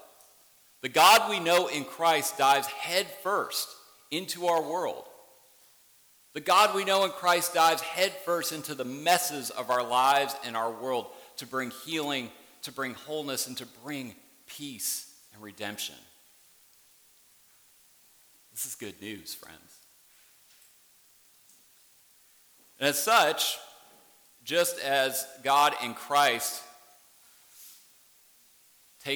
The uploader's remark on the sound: Worship service at Warrenton Presbyterian Church.